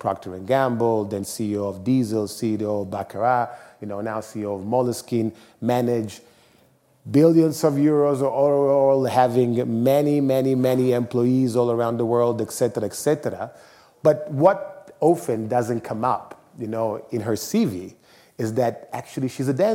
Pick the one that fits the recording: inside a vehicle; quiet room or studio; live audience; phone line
live audience